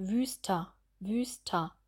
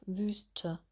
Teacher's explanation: Bei dem vokalisierten R würde der Unterkiefer nach unten fallen und bei Wüste geht er nicht so weit auf.